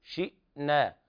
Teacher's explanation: عدم قلقلة الهمزة، لأن بعض العوام يقرأ بنبر الهمزة وقلقلتها، وهذا لحن